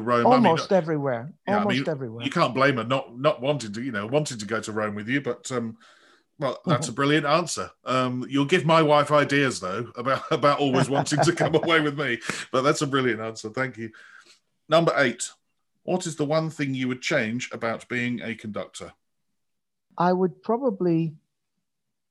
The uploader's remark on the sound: This interview was recorded on 19th February 2021 via Zoom.